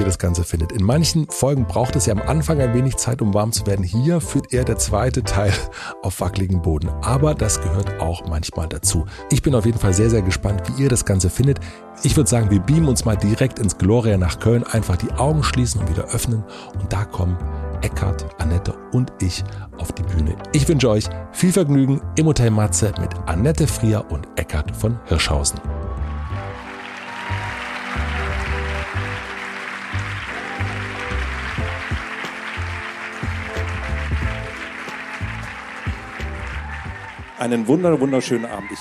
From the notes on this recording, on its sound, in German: Wir sprechen Live vor Publikum im Kölner Gloria über Verantwortung, Glück, Glaube und Illusionen.